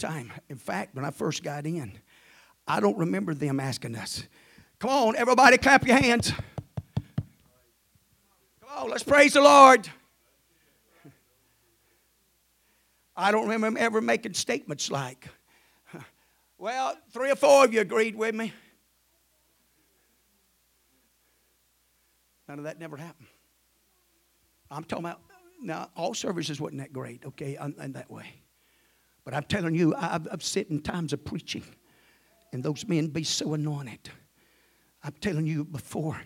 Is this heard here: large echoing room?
yes